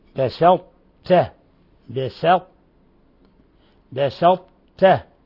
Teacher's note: بدنا نحذر إن نرقق الطاء تبعا لترقيق التاء